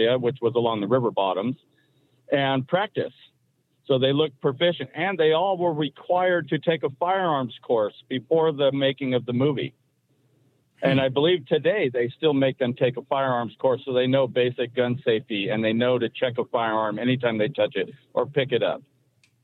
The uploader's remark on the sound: your calls in open phones across America.